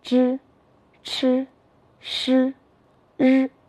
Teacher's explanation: 值日生，他正在擦黑板呢。我们可以说，做值日，日日日。黑板上写着“日出”两个字，我们还可以记“日出，日出，日日日”。天边有一轮红日，正在冉冉升起。我们还可以记“一轮红日，日日日”。好了，同学们，他们正确的读音，你们都掌握了吗？现在，再来一起看一看，我们今天新学习的“知吃诗日”和之前学习的“滋呲丝”。有点相似之处，同学们可要区分他们两个不同的样子。不仅是样子要区分，它的发音我们也要读准确哟。请大家看老师，滋呲丝，我们在发音时舌尖是平着延伸出去的，就像这样发音，滋呲丝。而我们今天新学的声母，发音的时候舌尖要向上翘起 · Term: 翘舌音声母